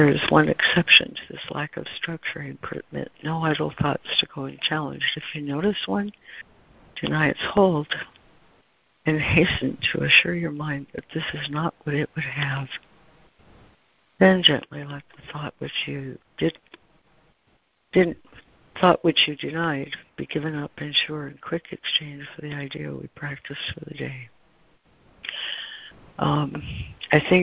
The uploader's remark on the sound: ACIM Daily Conference Call.